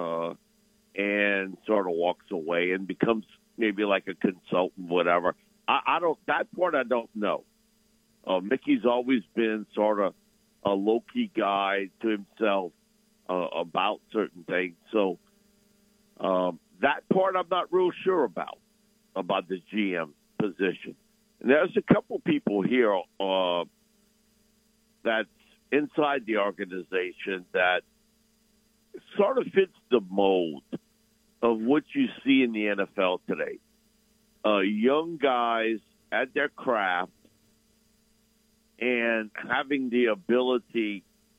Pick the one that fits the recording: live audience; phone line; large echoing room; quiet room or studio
phone line